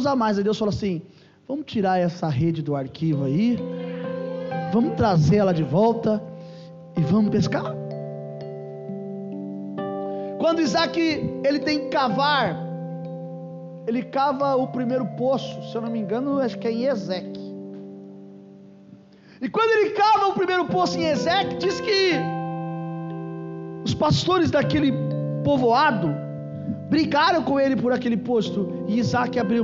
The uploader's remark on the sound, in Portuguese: Culto gravado em 03/04/2022 durante culto da familia